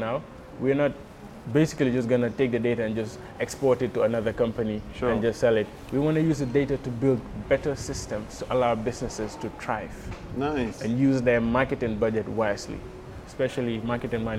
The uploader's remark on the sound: West African Summit Mini Series. Was recorded at the AfricArena West African Summit in June 2021, held at The Raddison Sea Plaza hotel in Dakar. Throughout the conference, I chatted to as many stakeholders as possible.